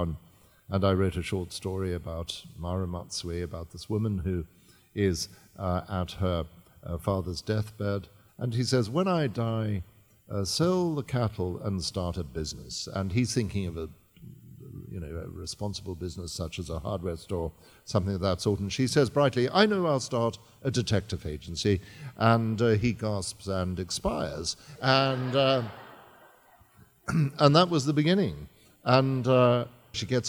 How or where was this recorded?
live audience